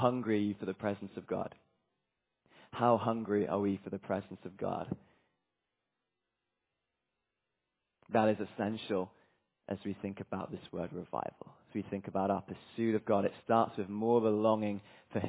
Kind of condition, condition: setting, large echoing room